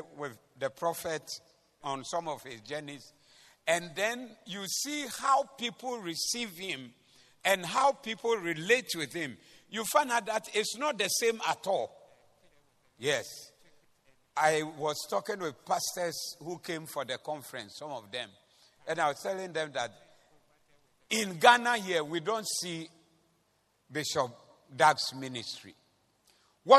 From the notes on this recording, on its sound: Preached at the Zeloo Service 14052023